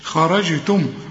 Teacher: خرجتم الخاء مفخمة لأنها مفتوحة والجيم بنقلقلها لأنها عليها السكون، خرج شوف خرجتم، ودي الميمة هي السكنة، هي اقفل هنا